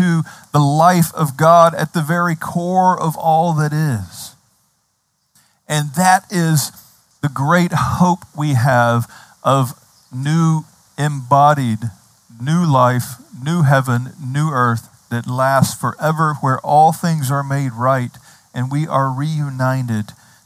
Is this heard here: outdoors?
yes